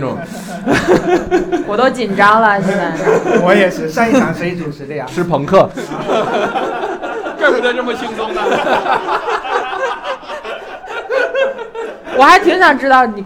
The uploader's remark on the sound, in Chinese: 我们给现场观众的快乐是没有亏待的